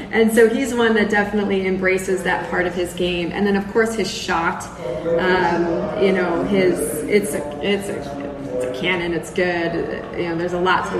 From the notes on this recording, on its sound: live from the NHL Draft in Montreal